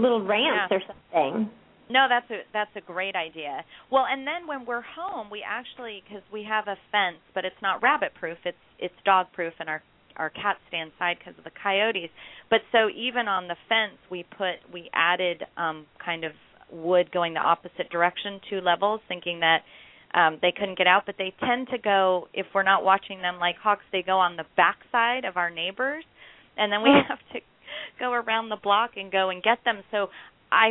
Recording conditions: phone line